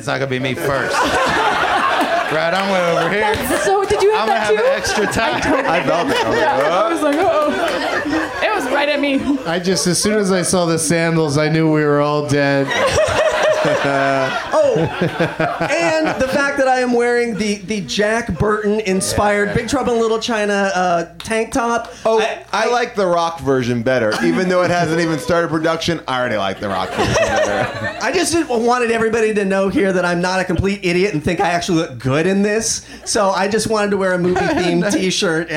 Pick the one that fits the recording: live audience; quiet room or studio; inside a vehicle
live audience